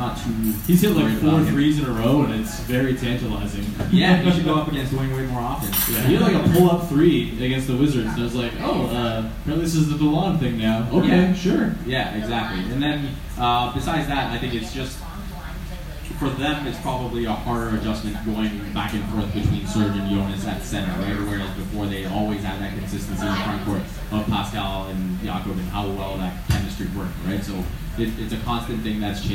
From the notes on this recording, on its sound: For a live podcast recorded at Odds Bar in Hamilton, ON. Apologies for the very "recorded in a bar" audio quality.